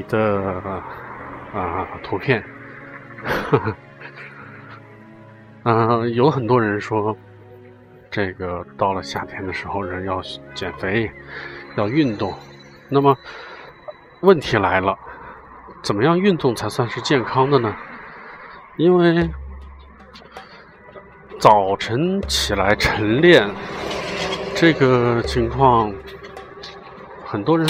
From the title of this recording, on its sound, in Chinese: 户外录音